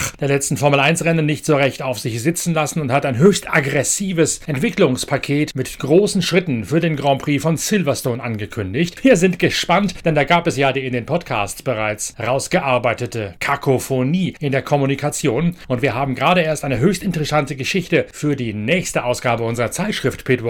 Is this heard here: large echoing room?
no